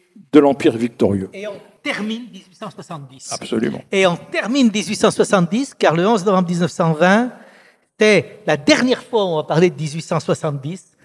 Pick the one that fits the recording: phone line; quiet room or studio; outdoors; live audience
live audience